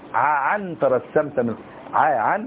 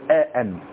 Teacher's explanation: وتتقلب عين في بعض اللهجات بالذات لهجات الهذليين · Shown in: first take